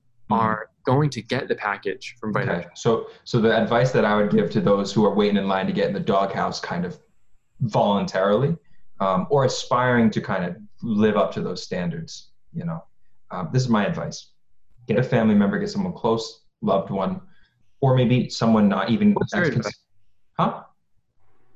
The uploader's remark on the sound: In this zoom episode exclusive, we explore all of the possibilities zoom can afford us to provide the quality entertainment YOU expect.